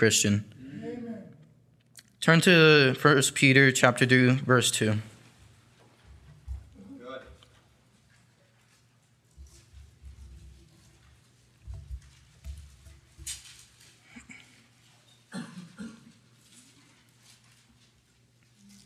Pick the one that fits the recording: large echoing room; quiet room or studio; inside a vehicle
large echoing room